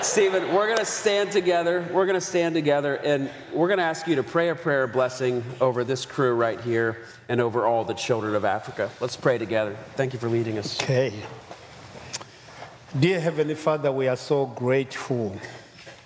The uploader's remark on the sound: Live from the 2023 Child Discipleship Forum.